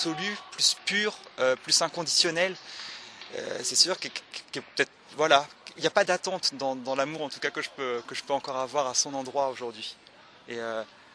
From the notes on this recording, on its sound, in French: C'est dans le jardin du Luxembourg à Paris que nous avons enregistré cette jolie rencontre